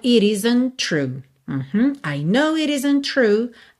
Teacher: Então, olha, entre o it e o isn't, você ligou com o rarara, it isn't. O T de isn't, né, já tá ligando no T inicial de true. Então, it isn't true.